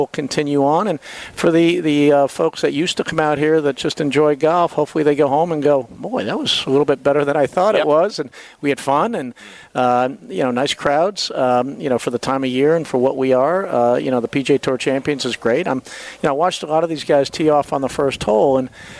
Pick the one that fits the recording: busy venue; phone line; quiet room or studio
busy venue